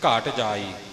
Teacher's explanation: ਘੱਗੇ 'ਤੇ ਅਦਕ ਦੀ ਆਵਾਜ਼ ਨਹੀਂ ਦੇਣੀ